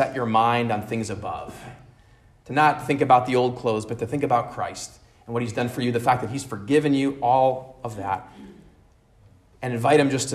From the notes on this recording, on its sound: at Immanuel Lutheran Church in Pasadena, CA